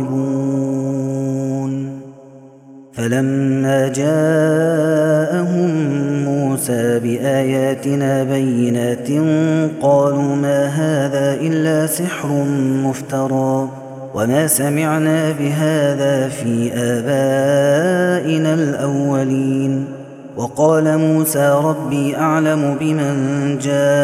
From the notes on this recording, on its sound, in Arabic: هذا التسجيل من صلاة التراويح